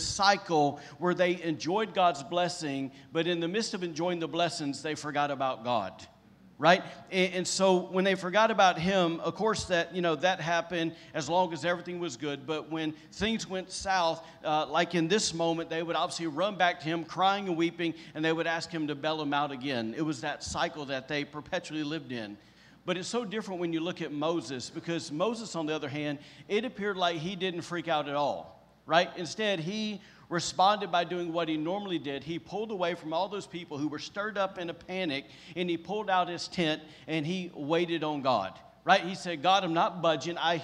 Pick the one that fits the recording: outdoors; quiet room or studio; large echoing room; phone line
large echoing room